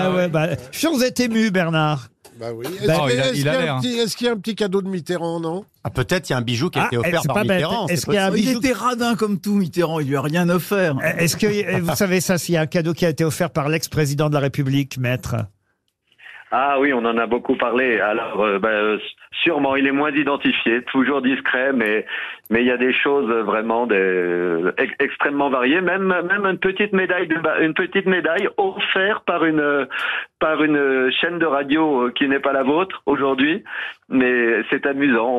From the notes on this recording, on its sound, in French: Au téléphone des Grosses Têtes.